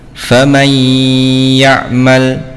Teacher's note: nun sukun bertemu dengan ya ya, maka ada bacaan dengung yang panjangnya adalah 2 harokat